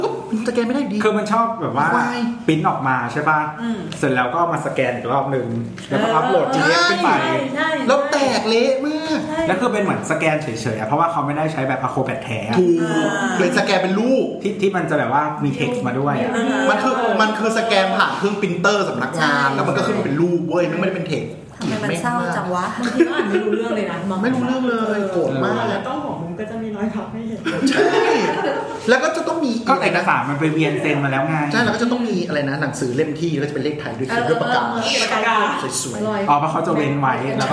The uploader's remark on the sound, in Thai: ทีมเสาเสาเสาและเหล่ามิตรสหายนัดเจอกันแบบนานๆ ที ไหนๆ ก็ไหนๆ แล้ว ระหว่างบทสนทนา เราก็กดอัดเสียงไว้. ไม่ตัดเสียงรบกวนด้วย.